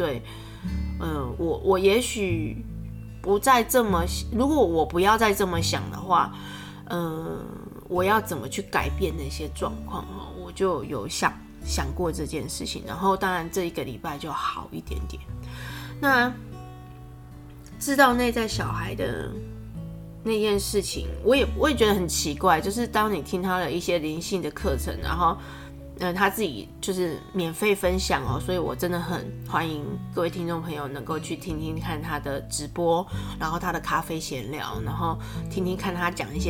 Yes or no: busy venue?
no